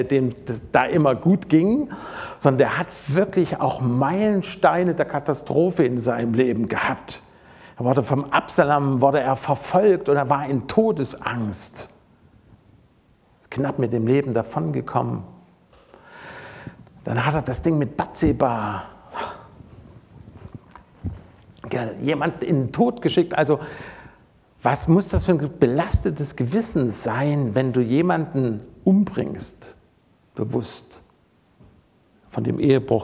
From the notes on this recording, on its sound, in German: Predigt aus dem Gottesdienst